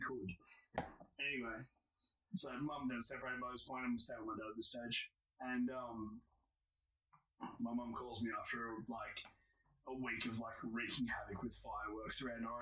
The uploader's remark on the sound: Due to some unforeseen circumstances the audio quality on this episode is a little iffy, we did our best !!!